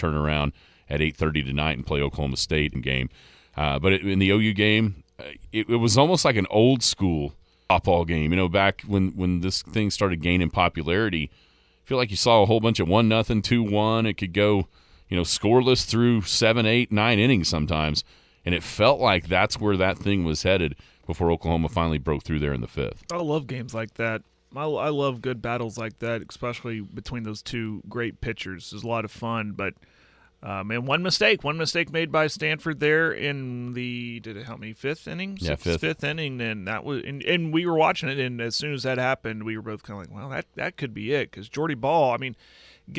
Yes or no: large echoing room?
no